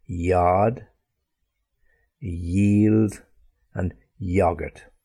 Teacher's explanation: the middle part of your tongue comes forward and presses against the roof of your mouth · Term: Y consonant sound